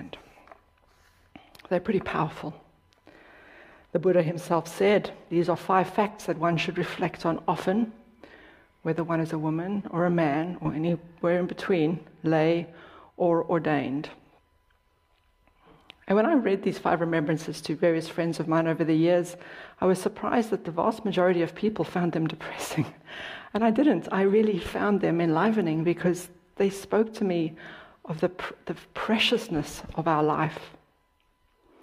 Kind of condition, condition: setting, large echoing room